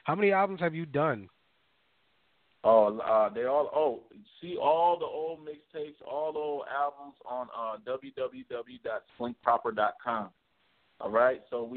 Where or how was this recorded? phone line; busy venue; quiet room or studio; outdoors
phone line